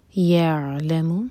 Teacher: عین ساکن پر جھٹکا نہ ہو